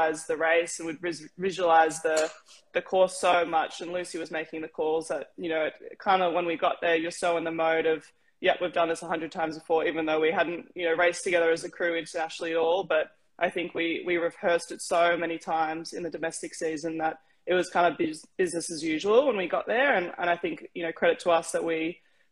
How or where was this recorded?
video call